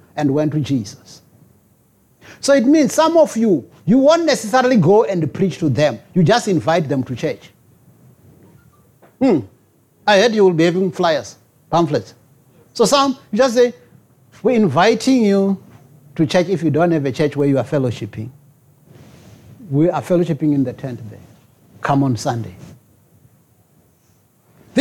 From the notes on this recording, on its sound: preached at Jesus the Saviour Church, 185 Bobs Way, Eersterivier, Cape Town